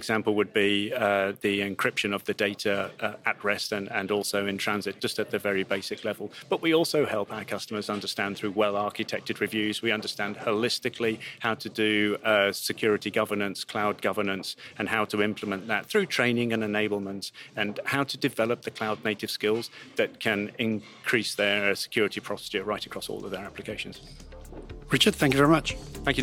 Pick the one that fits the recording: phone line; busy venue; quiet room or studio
busy venue